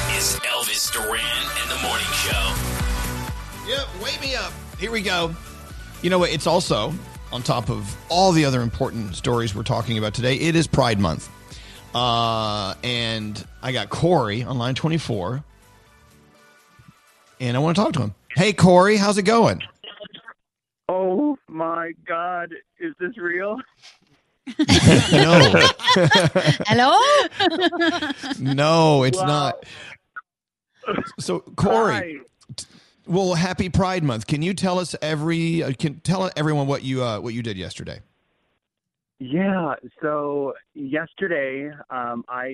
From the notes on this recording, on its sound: called in to be the first caller and kicked off the show.